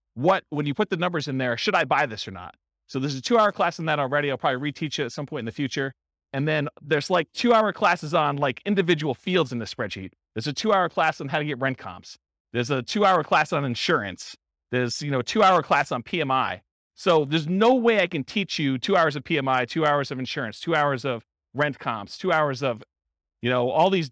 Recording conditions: live audience